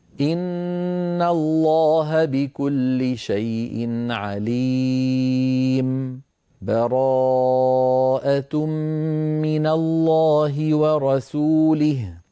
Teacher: له ثلاث أوجه ستأتي معنا، واحد من هذه الأوجه هو السكت، أن يسكت على آخر الأنفال ثم سكتة لطيفة ثم يبدأ بالتوبة هكذا: إن الله بكل شيء عليم، براءة من الله ورسوله، سكتة